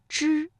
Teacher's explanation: 发之的时候，舌尖是上翘的，是抵住了硬腭前部 · Term: 卷舌音